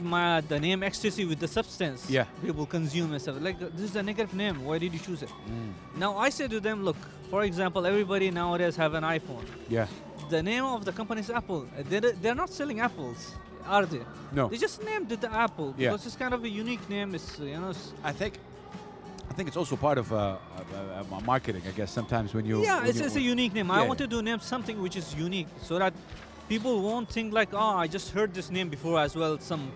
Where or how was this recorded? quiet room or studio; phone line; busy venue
busy venue